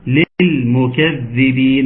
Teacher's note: اللام المشددة مش لامين